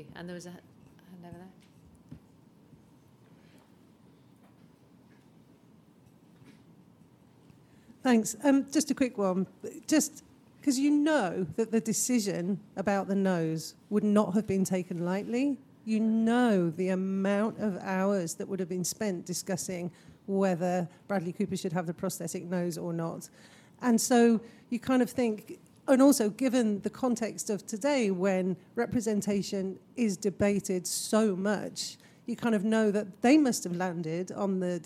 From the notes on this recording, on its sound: Maestro, Live! from the Battle of Ideas. A very special episode, live from the Battle of Ideas. In this first ever live episode of Performance Anxiety.